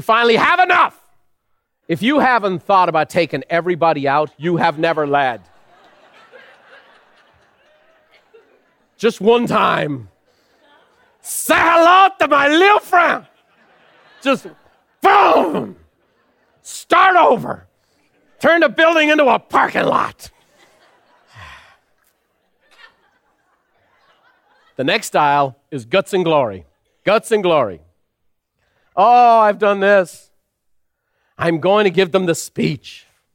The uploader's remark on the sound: recorded live at Buffini & Company’s most elite event, The Peak Experience